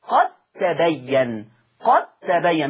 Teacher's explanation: فهنا الدال في التاء أضغمت إضغاما واجبا عند جميع القراء · Term: إضغام واجب